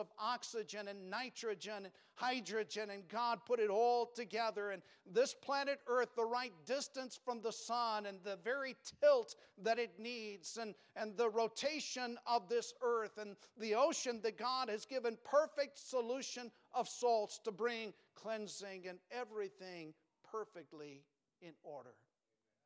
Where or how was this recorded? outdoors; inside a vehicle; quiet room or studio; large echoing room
large echoing room